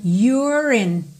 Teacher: Se you contraído com R é your, your, you é não é pronunciado, Aqui eu vou ligar então o R direto no in